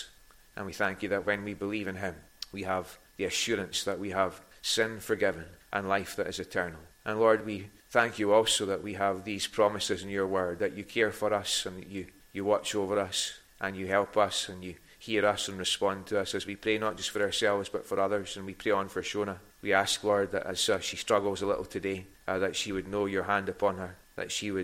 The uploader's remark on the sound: recorded at North Harris Free Church